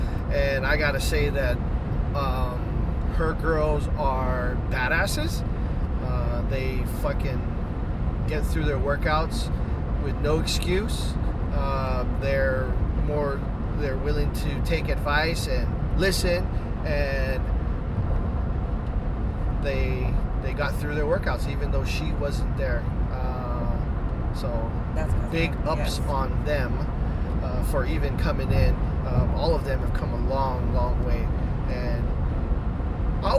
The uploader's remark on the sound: took a drive in the car so decided to record an episode